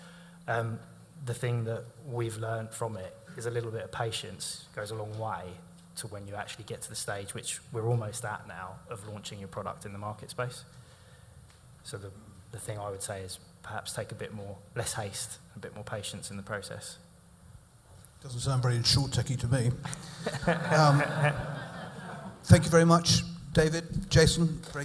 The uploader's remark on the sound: In this episode we bring you the first three discussions we had on stage at our evening event "MGA: The new frontier for Insurtech" .